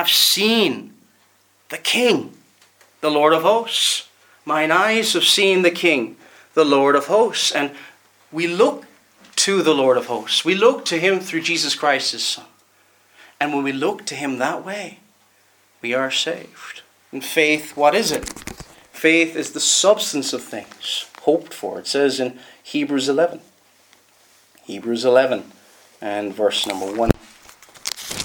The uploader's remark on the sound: Preached at Ballymoney Reformed Presbyterian Church